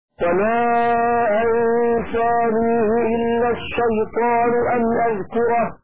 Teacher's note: الكسر الهاء لمجاورة الياء الساكنة